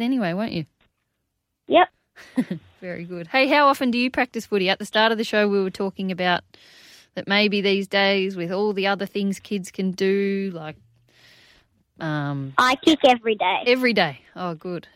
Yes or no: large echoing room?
no